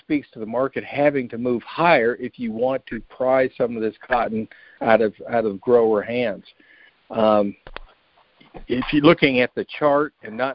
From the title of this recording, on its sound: Monthly Conference Call